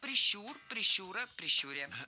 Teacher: Ударение в этом слове ставим на второй слог. Да там его и оставляем во всех формах.